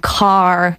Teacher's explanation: w wyrazach takich jak samochód, czyli car, będzie to wyraźne takie R na końcu, takie pirackie R.